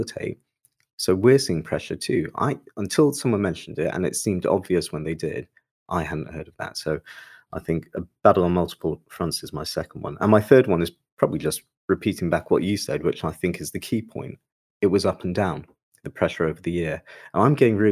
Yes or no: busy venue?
no